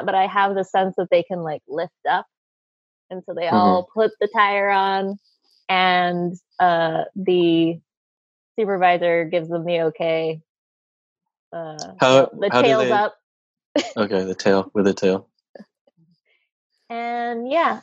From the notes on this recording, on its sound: Play listener-created games with callers via Zoom!